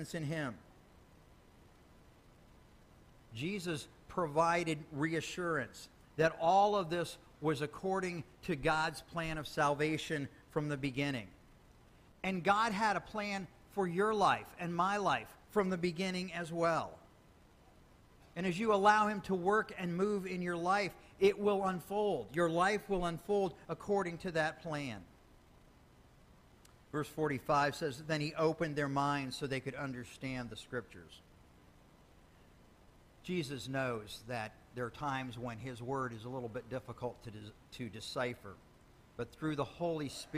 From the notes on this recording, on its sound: Sermon Audio